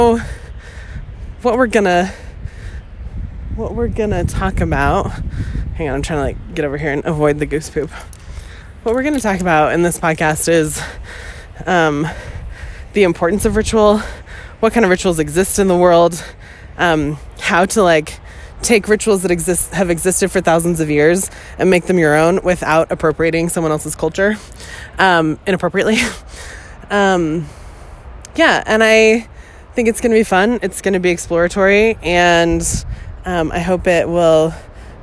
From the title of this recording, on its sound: Walk & Talk